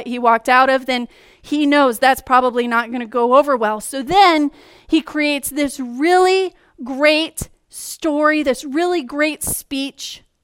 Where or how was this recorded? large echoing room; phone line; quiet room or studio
large echoing room